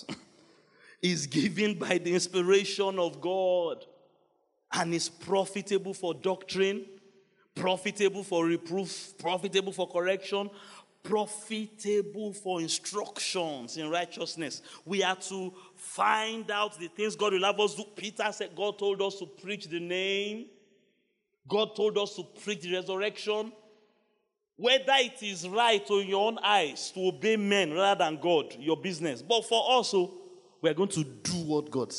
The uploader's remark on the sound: Wednesday Service. By Kingsword Ikeja.